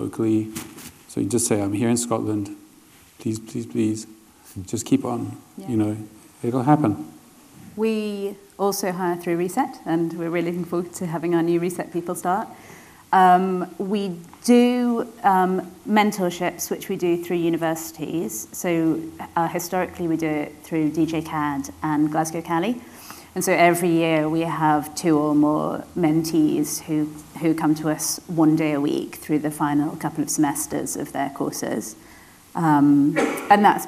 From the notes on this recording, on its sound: Live from MOVE Summit 2024